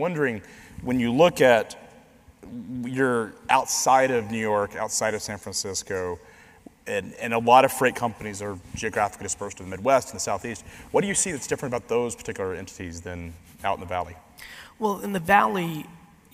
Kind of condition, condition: setting, live audience